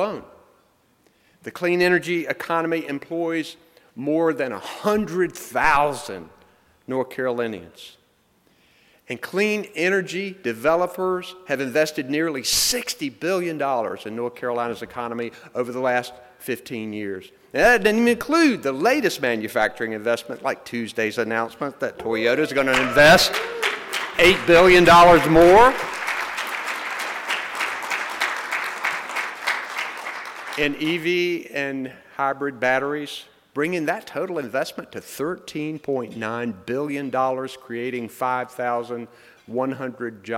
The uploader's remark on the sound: speech from NCSEA’s recent Making Energy Work conference which took place November 2-3 in Raleigh.